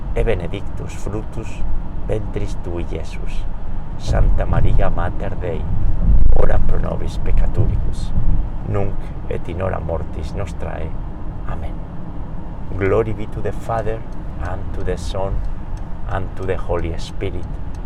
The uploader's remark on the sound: We pray today's Rosary while driving around New York State.